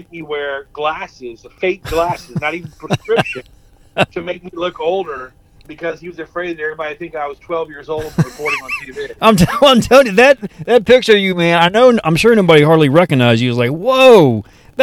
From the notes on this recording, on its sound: the audio quality of his voice SOUNDS like he’s on the phone while my voice sounds clearer